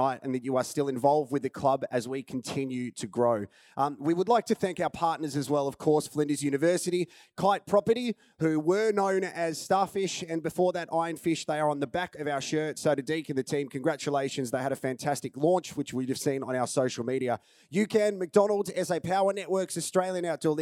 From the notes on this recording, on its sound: Our Member's Forum 2021 was held at The Joiners Arms on Thursday, 4 November 2021